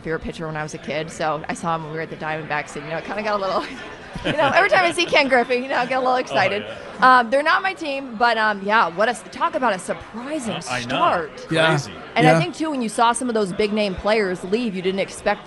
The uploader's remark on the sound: Broadcasting live from the Baseball Tavern for the home opener